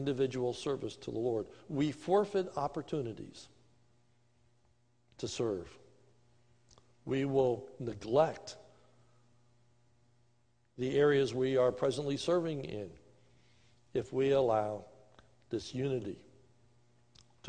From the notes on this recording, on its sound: This is a sermon recorded live on 11/15/2020 during the evening service at the Lebanon Bible Fellowship Church in Lebanon, PA